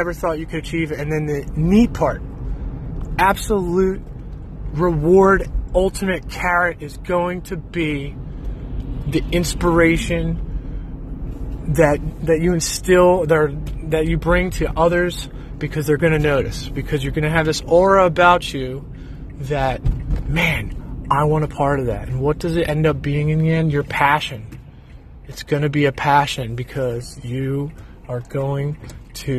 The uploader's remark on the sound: I'm so new to the podcast game that I just downloaded an app two days ago. I recorded myself this morning for 10 minutes on the commute from the gym to work. It's so raw I didn't even listen to it yet. Therefore, I'm not going to take the time to listen and edit.